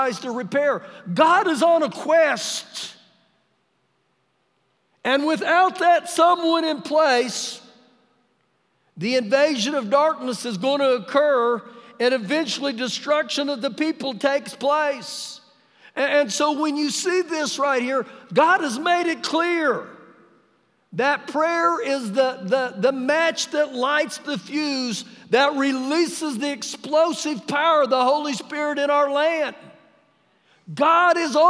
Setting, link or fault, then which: setting, large echoing room